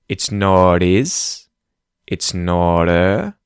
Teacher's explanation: in the cases of the words his and her, it's because the H at the start of those words is disappearing